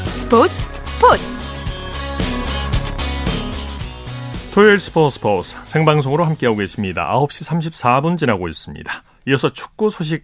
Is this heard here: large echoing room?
no